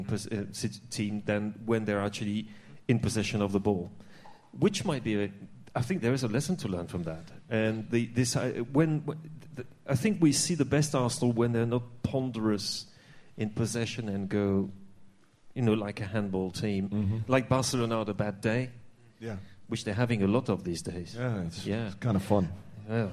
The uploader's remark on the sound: Live from The Garage. This week's Arsecast Extra was recorded last night at The Garage Highbury & Islington. A live audience.